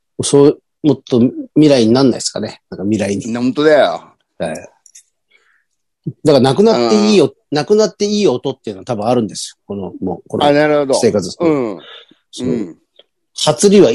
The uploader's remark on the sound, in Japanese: ZOOMで収録